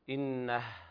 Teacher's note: إنه كان، وهنا هاء الضمير توصل بواو لفظية حال الوصل، وإذا وقفنا نقرأ الهاء ونقف عليها بالسكون إنه هكذا، والهاء ضعيفة لا يجهرها الإنسان بل هي مهموسة